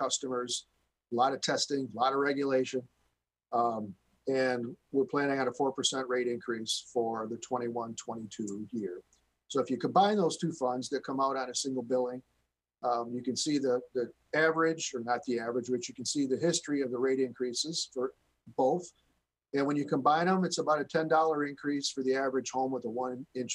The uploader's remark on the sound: This is a regular meeting of the Midland City Council. This was an online Zoom webinar brought to you the MCTV Network and the City of Midland.